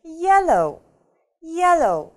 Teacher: Ударение падает на первый слог. Помним, что эта палочка обозначает у нас ударение.